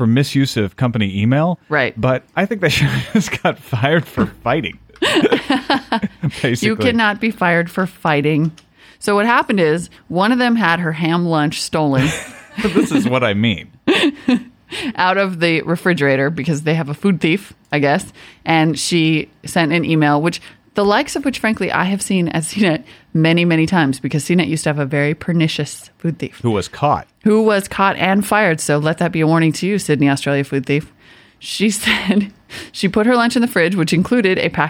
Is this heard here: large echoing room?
no